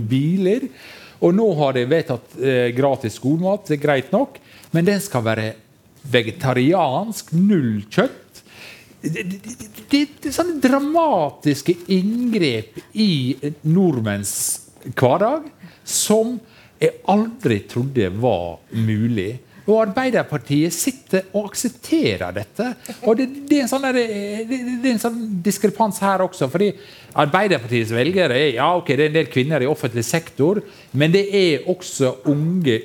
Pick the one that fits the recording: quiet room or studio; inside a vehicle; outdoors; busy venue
busy venue